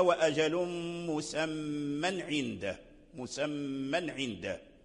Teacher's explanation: لأن الألف الذي تقع عليه الإمالة غير موجود، ذهب، والذي ذهب بيشنو وهو التقى مع التنوين الساكن، ألف ساكن والتقى مع نون ساكن، حذفنا الألف · Term: لا إمالة